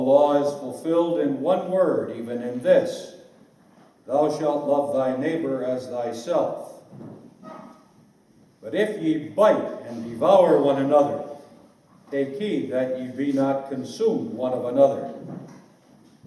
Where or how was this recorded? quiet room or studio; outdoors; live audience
live audience